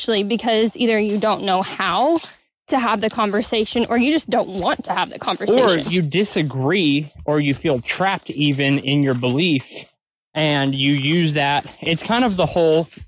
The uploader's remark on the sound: This week, we are recording from the great Ouachita national forest. On a refreshing hike.